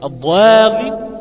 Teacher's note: الألف المادية فيها سبقت بضاد، والضاد حرف طبعا مستعلي مطبق، ففيها هذه الألف مفخمة قولا واحدا، حتى أن الأذن لا تستسغ أبدا سماع هذه الألف مرققة.